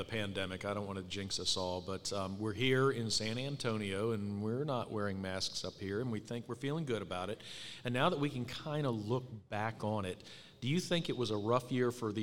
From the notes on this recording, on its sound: LIVE! From the 67th Annual IRWA International Conference. LIVE from the 67th Annual International Conference in San Antonio, Texas!